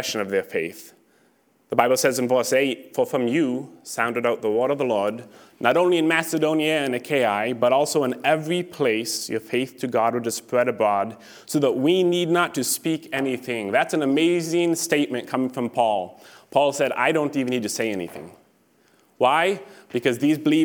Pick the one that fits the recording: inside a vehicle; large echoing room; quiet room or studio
large echoing room